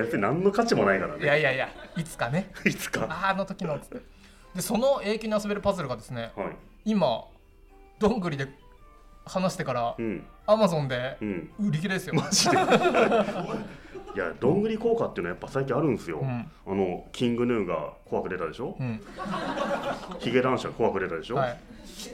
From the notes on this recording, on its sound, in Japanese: 公開収録。